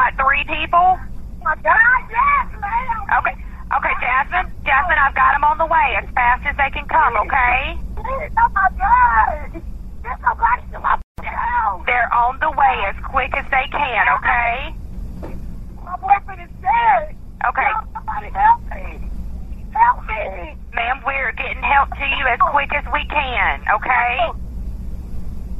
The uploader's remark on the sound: Partial audio from two 911 calls received from the scene of a triple homicide. The Times-News has attempted to edit out expletives in the recordings, but some may still be audible.